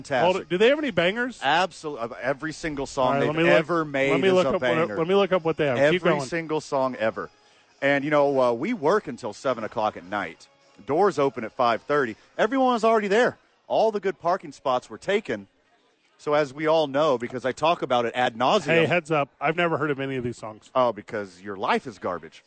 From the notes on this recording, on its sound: live from ABQ AXE